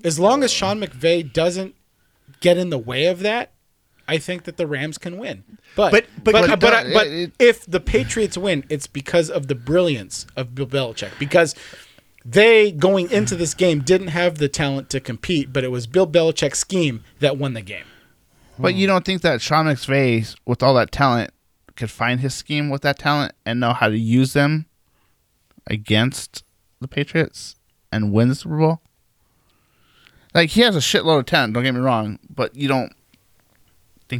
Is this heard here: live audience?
no